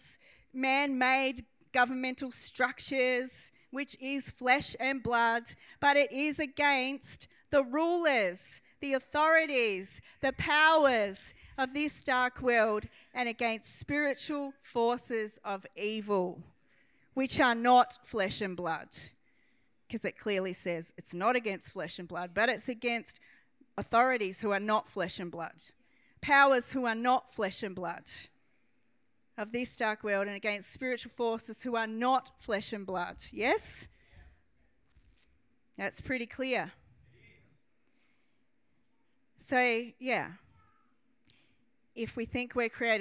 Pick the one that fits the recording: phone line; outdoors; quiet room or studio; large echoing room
large echoing room